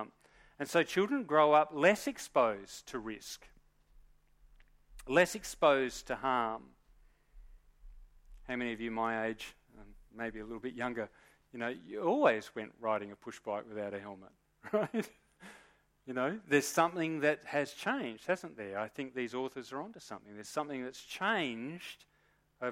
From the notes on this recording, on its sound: Recorded live at Morley Baptist Church.